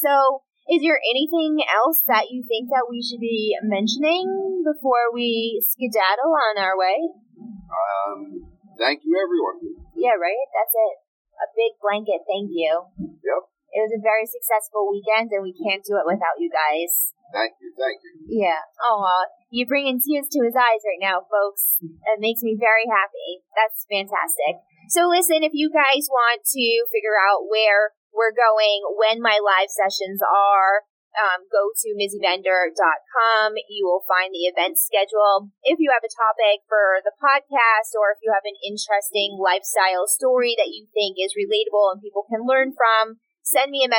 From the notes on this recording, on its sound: Listen in as we travel back from Boo, A Mindbender Production, recording in the car.